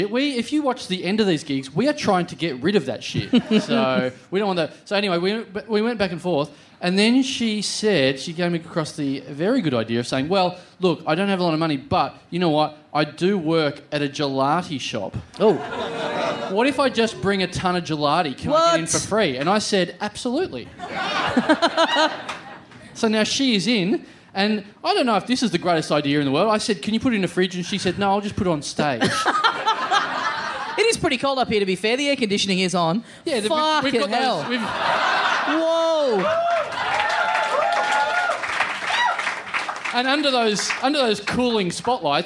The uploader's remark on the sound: Recorded LIVE at The Rhino Room in Adelaide on February 13, 2016.